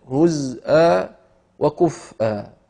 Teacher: يقرأها الشيخ حمزة بإسكان الزاي هزءا وكفءا، والأصل فيها الضم لكن السكون تخفيف.